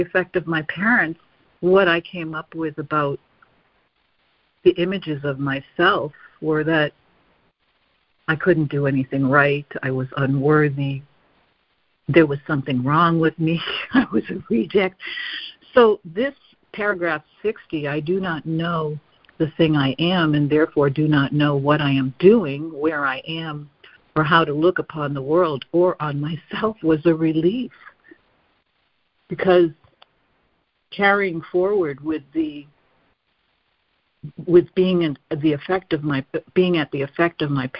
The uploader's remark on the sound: ACIM Daily Conference Call.